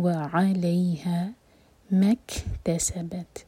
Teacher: کیف ساکن پر بھی ہمس اور تا ساکن پر بھی